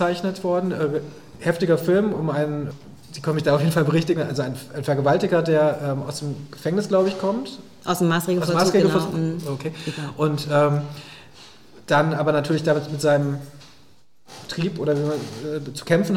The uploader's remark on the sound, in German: Im SERIENREIF LIVE-Gespräch an der Master School Drehbuch